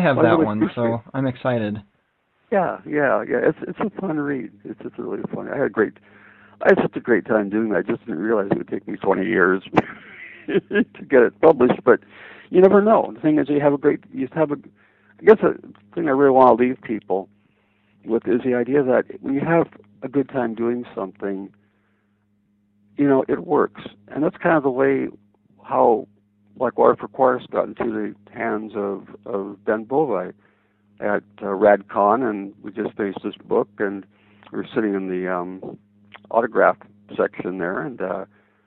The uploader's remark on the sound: the second part of their phone conversation